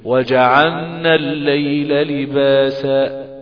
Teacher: ده بقى الخطأ، اللام بتنحرف بمخرجها لمخرج حرف النون